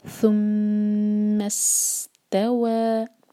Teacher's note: سین پر قلقلہ بھی نہ ہو بغیر جھٹکے کے